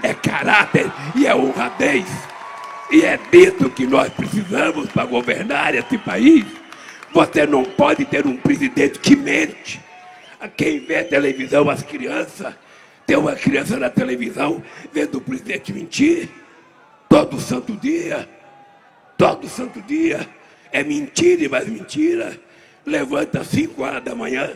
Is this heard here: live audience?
yes